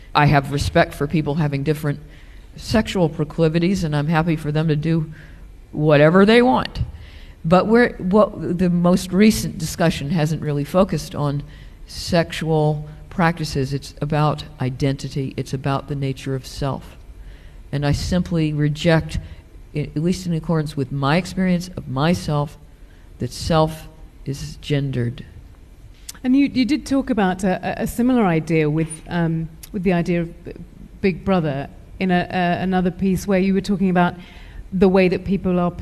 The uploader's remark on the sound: at a Guardian live event recorded in London